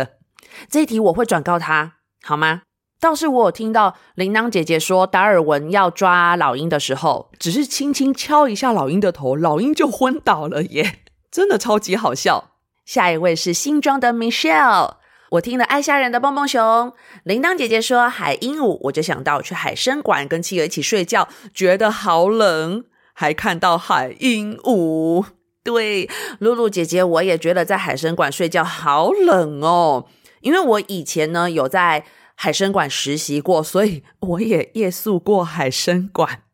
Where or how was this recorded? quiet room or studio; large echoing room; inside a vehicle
quiet room or studio